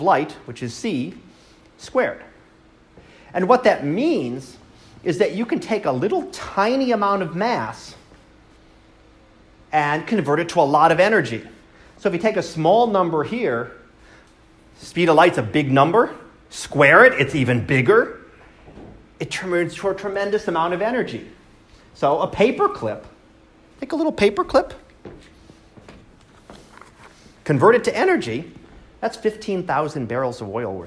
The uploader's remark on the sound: Live Class Lecture